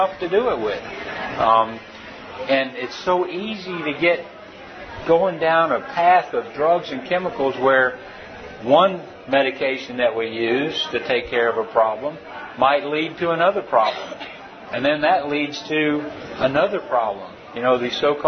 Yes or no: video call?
no